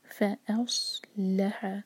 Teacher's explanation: صاد ساکن کے بعد لام تو لام پر زور ہوگا